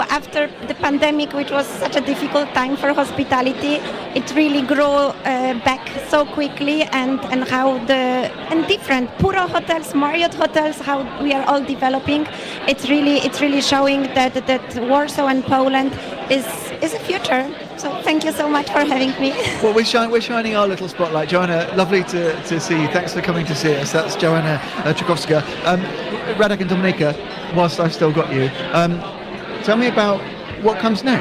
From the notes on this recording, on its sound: Monocle Radio broadcasts live from our inaugural party in Warsaw.